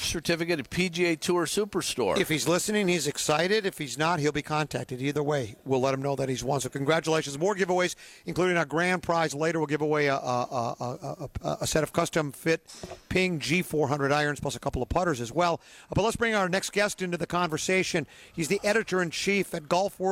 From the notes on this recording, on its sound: Live From PGA TOUR Superstore.